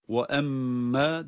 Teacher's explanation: mim şeddelidir. Mimi şeddesiyle birlikte tutuyoruz.